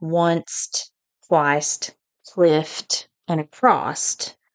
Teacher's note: words ending in S and F in standard English can be produced with a final T in vernacular English. So this results in what they call this consonant cluster of the intrusive T.